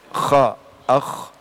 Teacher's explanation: dia huruf isti'la, menaikkan apa ke pangkal lidah